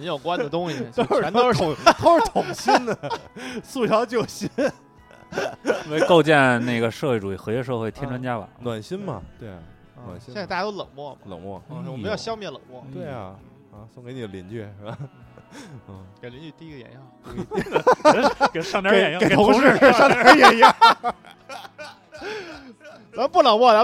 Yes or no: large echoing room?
no